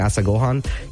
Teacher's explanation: you don't want to stress any of the syllables. You just want to kind of have it flat or neutral throughout.